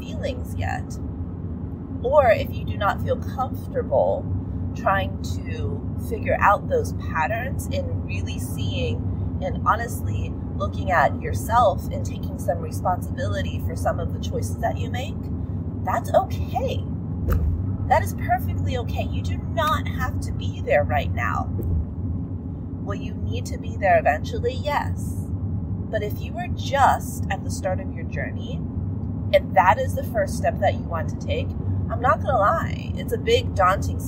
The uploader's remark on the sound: Sorry about the audio quality, recorded this in my car, and even though the road noise is loud